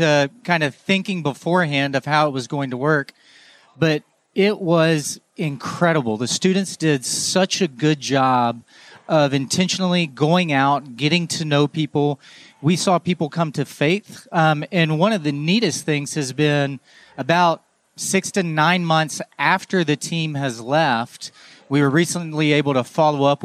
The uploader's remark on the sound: Live From Conference: International Mission Board.